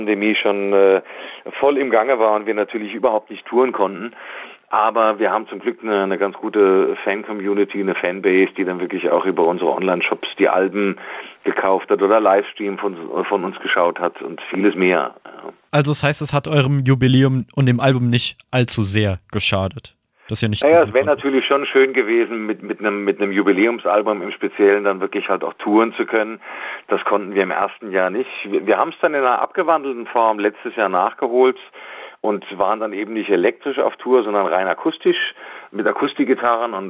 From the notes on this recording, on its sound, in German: Die GIGparade ist das Live-Konzert Magazin von Radio Darmstadt für die regionale Musik- und Kultur-Szene Darmstadts. Für aktuelle Infos rund um die GIGs werden die Musiker und Künstler per Telefon direkt in die Sendung zum (Live-)Interview hinzu geschaltet.